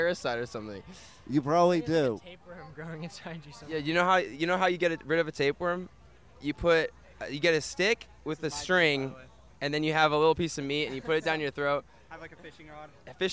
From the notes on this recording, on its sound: live from Riotfest 2022 in Chicago